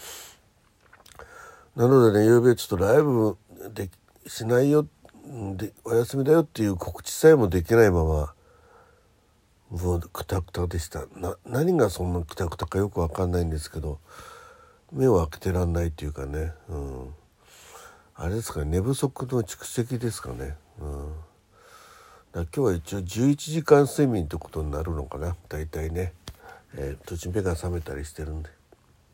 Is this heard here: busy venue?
no